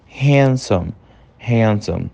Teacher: o D, mais uma vez, como o B, ele aparece bem fraquinho, bem levinho